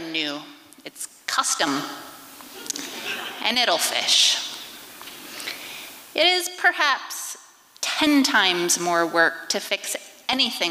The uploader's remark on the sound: recorded at the Liberty Theatre on Friday, February 24th, 2023.